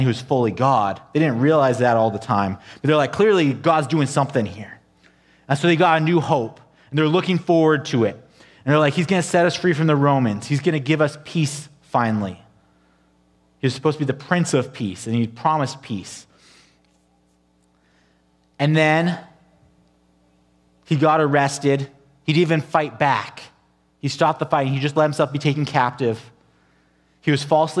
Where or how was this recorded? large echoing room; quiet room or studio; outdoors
large echoing room